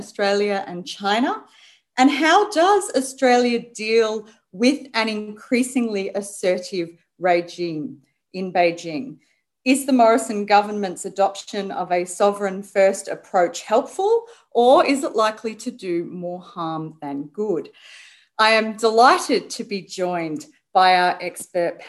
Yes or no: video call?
yes